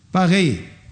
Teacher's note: هو تقليد للغة الفرنسية، وفي الحقيقة في اللغة الفرنسية مثل ما نقول مثلا كلمة باريس نحن نقول باريس باغي، حرف الراء يحول إلى غين